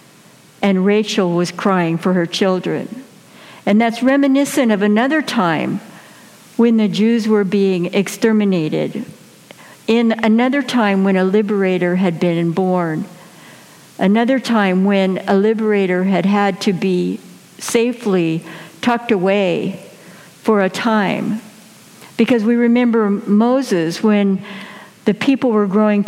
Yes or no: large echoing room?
yes